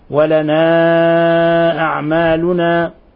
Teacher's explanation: حرف مد جاء بعده الهمز، الحكم التجويدي مد منفصل